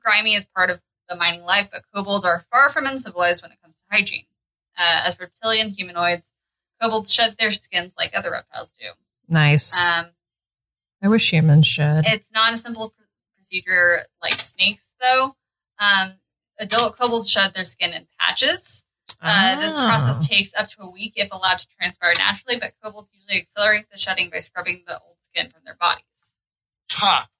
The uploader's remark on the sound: Editor's Note: The audio is better but still not 100%. Please have patience with us as we learn this entirely new system.